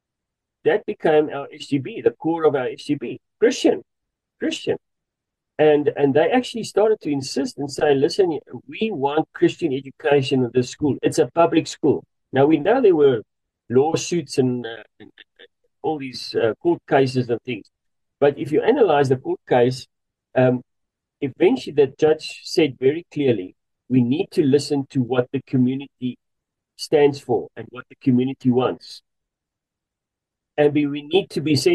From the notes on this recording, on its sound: The Transformation Table Zoom Meeting 7 September 2023